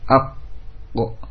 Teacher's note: Ab masih berat, ya, butuh melepaskannya dengan pantulan, ya. Jadi melepaskannya bukan ab selesai, tapi ab dengan ditekan. · Term: qalqalah